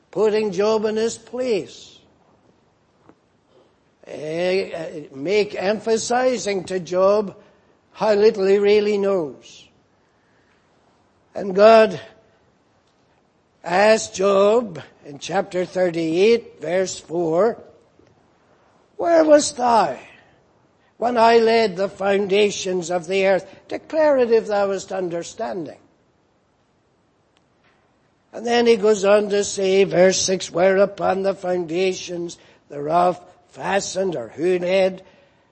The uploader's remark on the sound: Preached in Grafton. At the Lord's Day Morning service on 31st March, 2019.